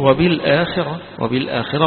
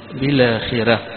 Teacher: الوجه الثاني في ذلك أو القراءة الأخرى في ذلك قراءة الجمهور وبالآخرة وبالآخرة، والراء مفخمة عند الجمهور، لكن عند الأزرق عن ورش حيقرأها مرققة